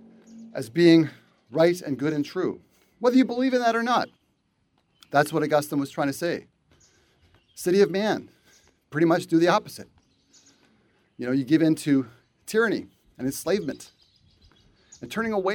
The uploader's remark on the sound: Walk and talk.